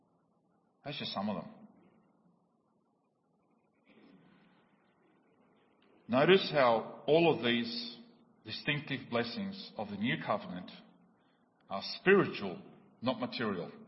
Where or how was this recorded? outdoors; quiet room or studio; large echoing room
large echoing room